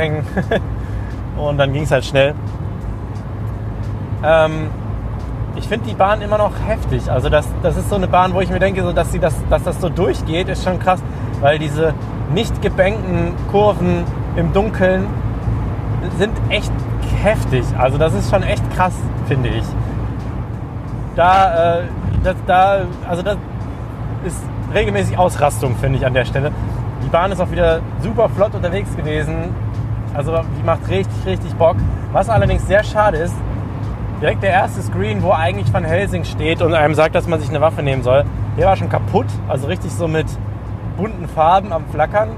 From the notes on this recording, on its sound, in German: Gemeinsam mit Ride Review reisen wir nach Bottrop in den Movie Park Germany zum Presseevent zum neuen Mack Triple Launch Coaster Star Trek: Operation Enterprise! In der Folge hört ihr nicht nur unsere Ersteindrücke aus erster Hand direkt vor Ort, ein Audio-Onride. Wir nehmen euch auch noch mit durch den Rest des Parks bis hin zum grandiosen Finale im Bermuda Dreieck.